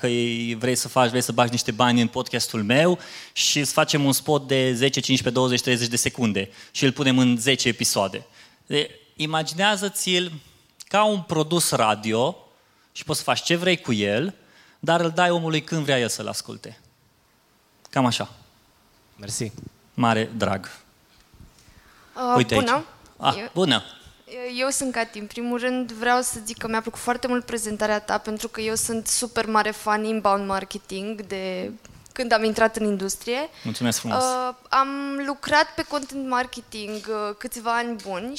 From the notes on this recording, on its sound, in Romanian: Episodul acesta este o înregistrare live de la evenimentul Webstock. Un eveniment dedicat comunității de online, oameni de social media, creatori de conținut și online marketing manageri.